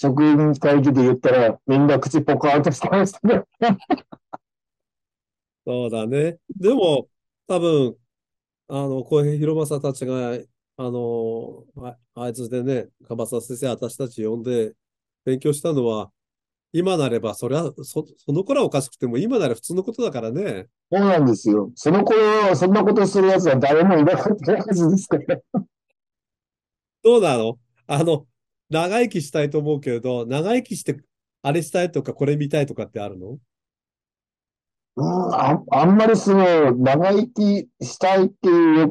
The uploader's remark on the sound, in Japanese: 音声に乱れがあることをご容赦願います